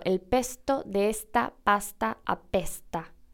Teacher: Hay un sonido antes de la T. Es un sonido que no es s, sino una especie de S aspirada.